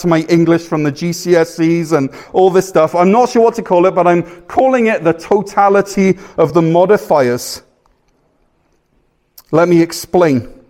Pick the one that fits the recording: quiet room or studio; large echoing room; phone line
large echoing room